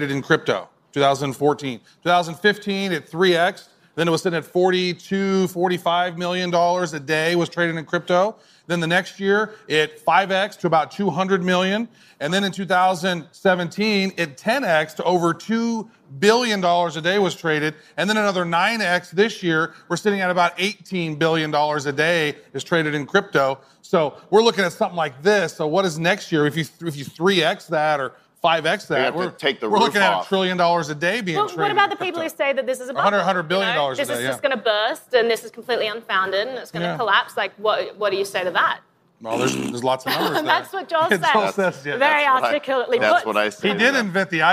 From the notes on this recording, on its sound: It’s a beautiful day in San Francisco and we’re coming to you live from the very first Litecoin Summit!